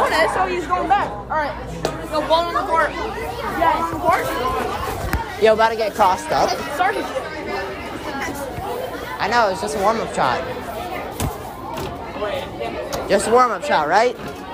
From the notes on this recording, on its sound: The school had an event in January and this dumbass decided to record.